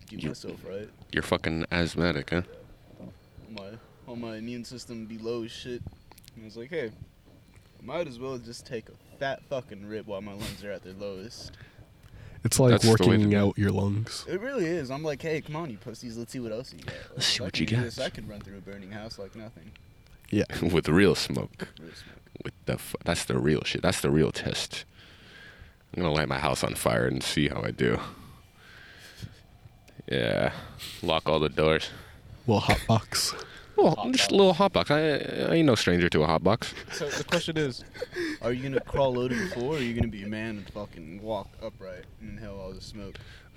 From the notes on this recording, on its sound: some shit audio cuz we did the pod outside